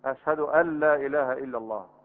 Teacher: أشهد أن لا إله إلا الله، إدغام، ادغام من غير غنة